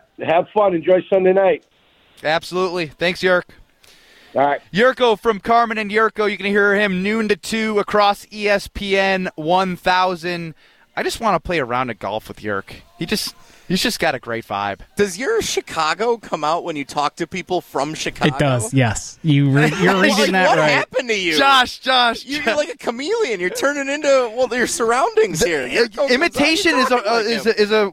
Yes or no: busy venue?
yes